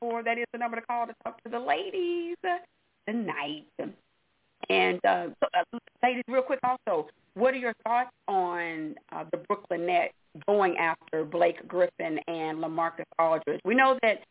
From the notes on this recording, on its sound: your phone calls